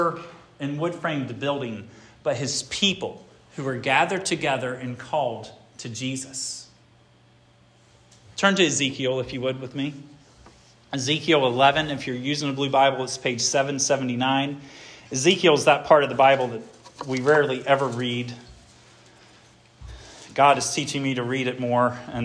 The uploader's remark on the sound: This sermon was preached at Hope Fellowship on March 19, 2023